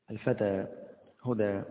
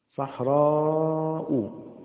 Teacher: ممدود ألف وبعده همزة فتمد في الألف لأن بعدها همز · Shown in: second take